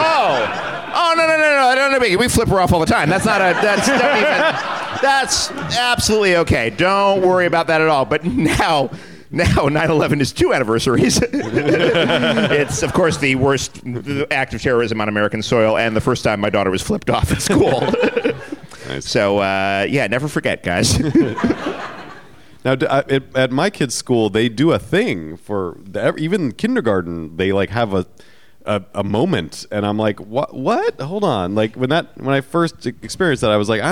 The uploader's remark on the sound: Recorded at the Gateway Theatre as part of SF Sketchfest on January 12, 2019.